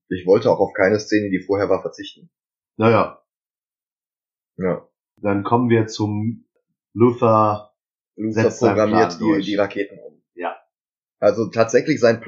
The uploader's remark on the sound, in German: Für die erste Pilotfolge haben wir leider fürchterliche Soundqualität, die wir auch mit allen FIltern nicht verbessern konnten.